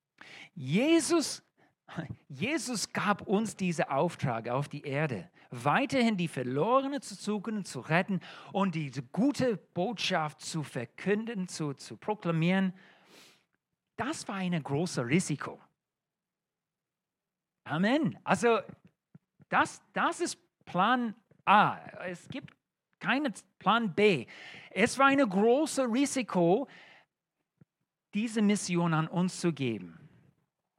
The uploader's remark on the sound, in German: Allianzgottesdienst. In der Gemeinde Kaleo Schopfheim aufgenommen.